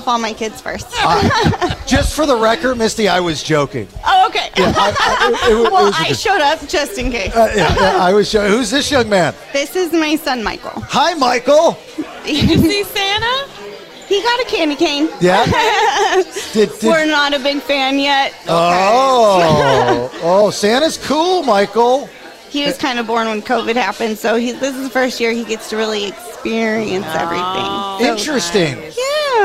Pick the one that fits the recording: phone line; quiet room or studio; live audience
live audience